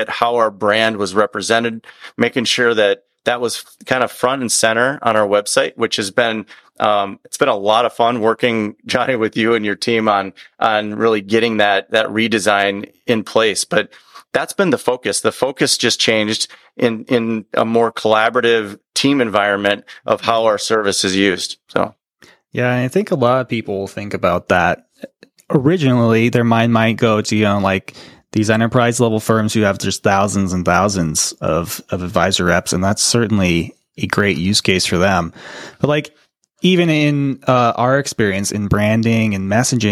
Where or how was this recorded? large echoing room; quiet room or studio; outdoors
quiet room or studio